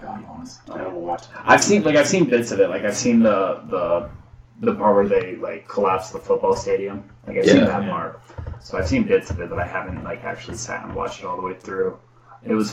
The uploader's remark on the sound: Sorry for the echo.